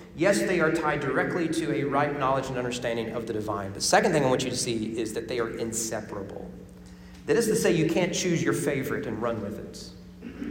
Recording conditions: large echoing room